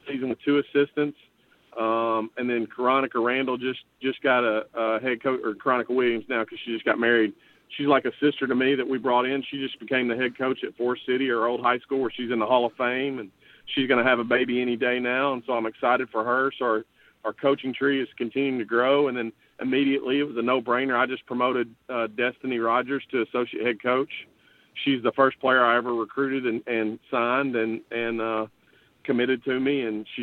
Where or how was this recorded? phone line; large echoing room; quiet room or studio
phone line